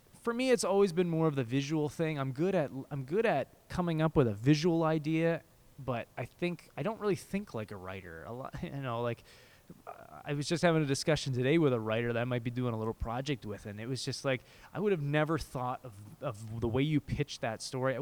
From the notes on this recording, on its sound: Recorded: Friday September 1, 2017 6:00 pm (EST) in the CBC Building Lobby